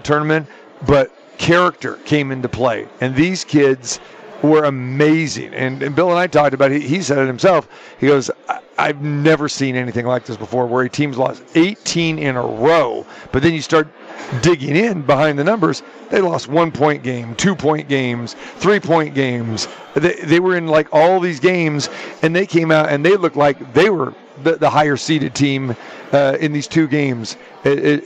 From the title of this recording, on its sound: Live From the Westgate Las. Vegas Super Book